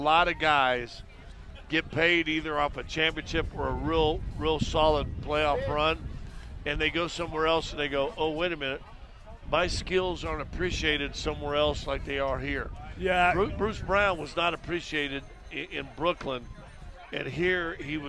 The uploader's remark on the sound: live from Civic Center park covering the rally and the post-parade pandemonium